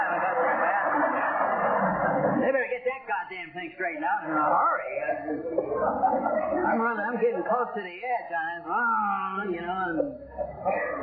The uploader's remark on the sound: I cleaned this audio up as best I could but there comes a point that removing any more of the background hiss. I got the majority out but there is a bit of hiss in this.